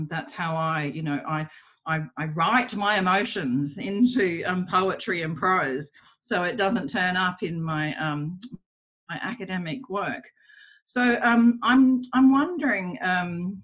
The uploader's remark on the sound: This event was held via Zoom on Monday 2 November, 2020.